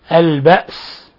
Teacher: لما وقفنا على السين همسناها البأس، لأنها من حروف الهمس، من الحروف المهموسة، من حروف فحثه شخص سكت.